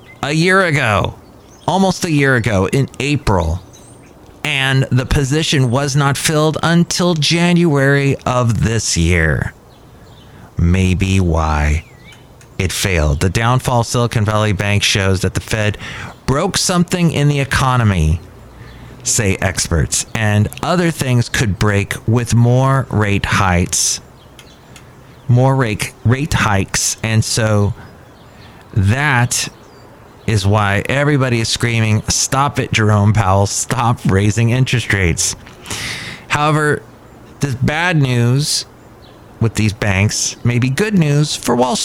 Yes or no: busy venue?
yes